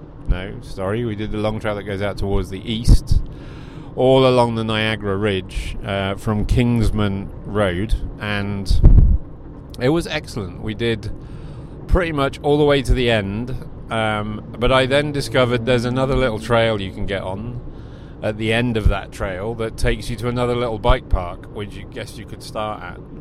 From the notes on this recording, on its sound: This recording is in the car on the way back from my last weekend trail ride.